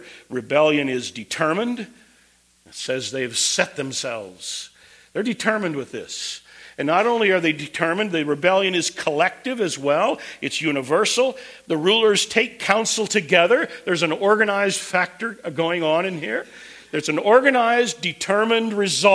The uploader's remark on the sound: Preached at Twin Cities Bible Church, St. Paul, MN.